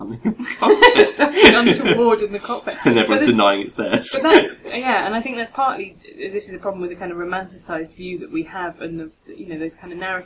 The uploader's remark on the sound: Apologies in advance for some audio quality issues with this week's podcast - gremlins got into the wires.